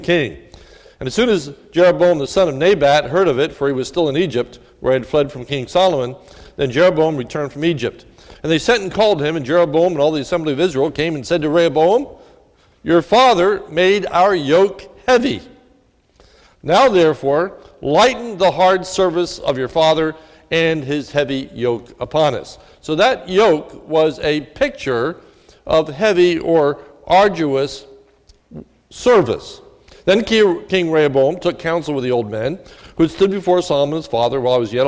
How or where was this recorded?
large echoing room